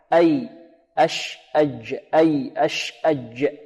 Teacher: والجيم حرف يخرج من وسط اللسان مع وسط الحنك الأعلى